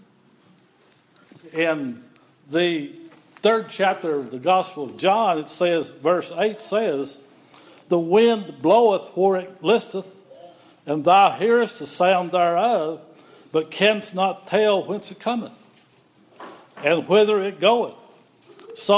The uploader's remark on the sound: This is an audio recording of the Sunday morning worship service at Persia United Methodist Church in Rogersville, TN